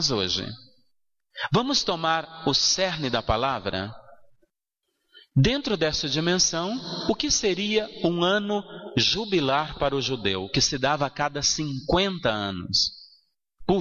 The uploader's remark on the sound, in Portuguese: na Igreja São Sebastião em 05/07/2016